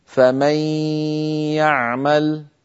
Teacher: هنا أدغمنا النون في الياء فتحول جزءها اللساني إلى ياء، أما جزء النون الخيشومي وهو الغنة بقي موجودا، بل طولناه ومططناه حتى صار طويلا غنة كاملة، فمن يعمل. · Term: الإدغام بغنة